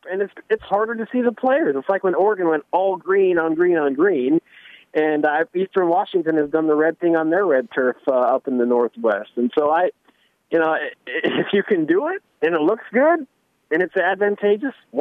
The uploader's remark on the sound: calls in from Boise